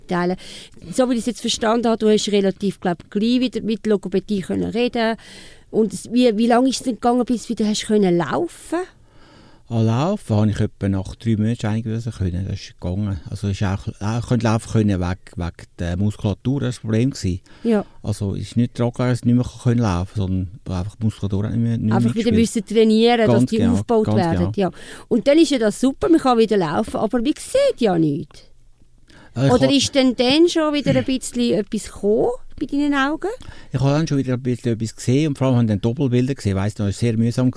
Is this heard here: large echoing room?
no